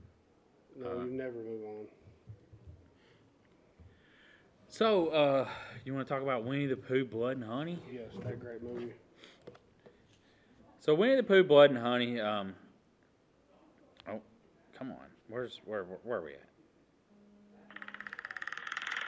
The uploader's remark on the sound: Live From Con Nooga